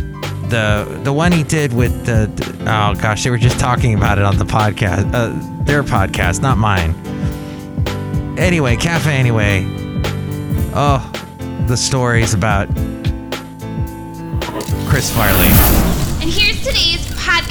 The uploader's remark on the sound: podcasts live from Cafe Anyway